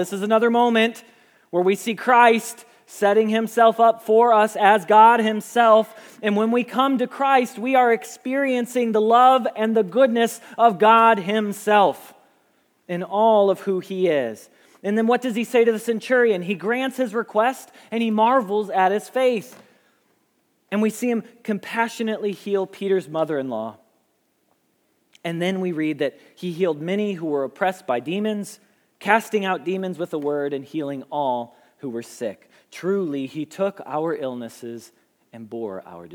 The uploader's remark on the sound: Message Preached at Valley Creek Church